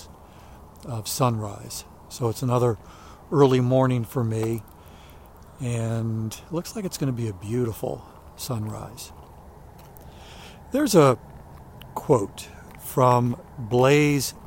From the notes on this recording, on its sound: During today's ten-minute walk